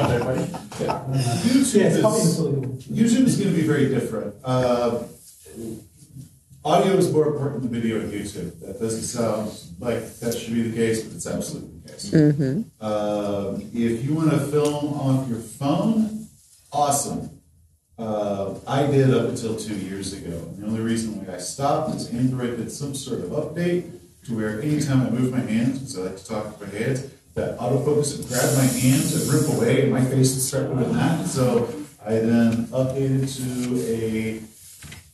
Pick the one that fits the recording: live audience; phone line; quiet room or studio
live audience